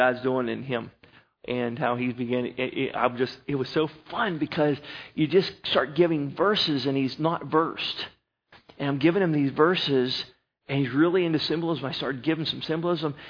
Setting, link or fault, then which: setting, large echoing room